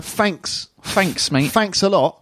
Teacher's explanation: So that's not thanks, but they're replacing the th with a f.